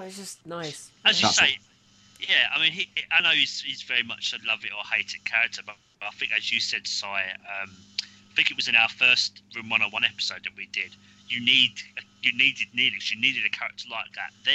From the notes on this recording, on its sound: In this pre-recorded episode from March of this year. Please note we had sound difficulties whilst recording this over Skpye.